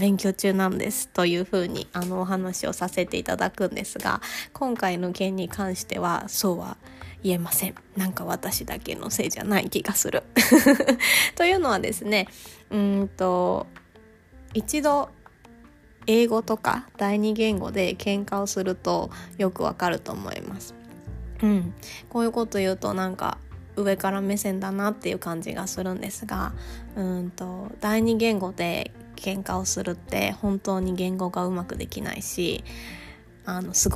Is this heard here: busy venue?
no